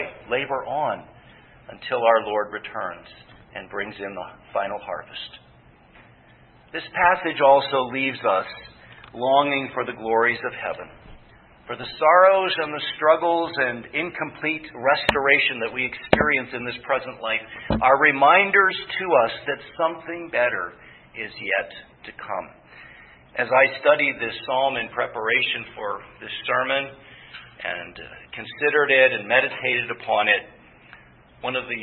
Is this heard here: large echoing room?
yes